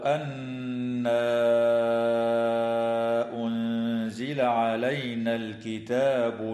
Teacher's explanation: وتخفى النون الساكنة في كلمة أنزل مع الغنة مرققة